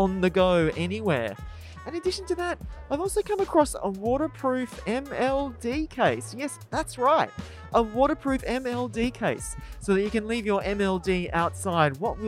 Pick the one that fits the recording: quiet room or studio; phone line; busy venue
busy venue